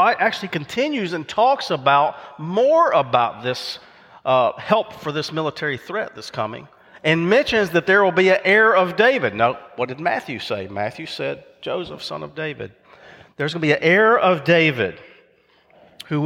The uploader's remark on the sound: recorded live at Covenant